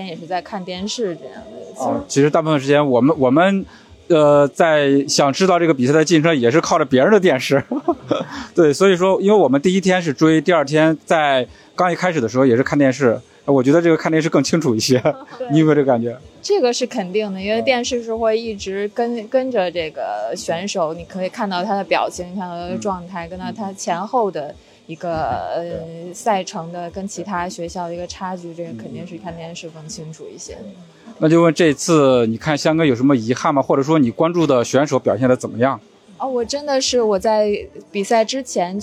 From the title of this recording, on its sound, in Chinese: 我们在现场！